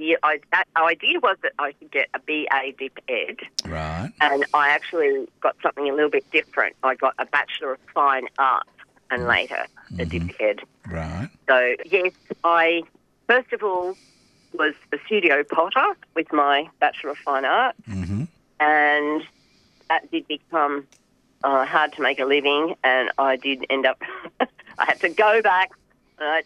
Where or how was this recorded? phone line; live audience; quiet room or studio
phone line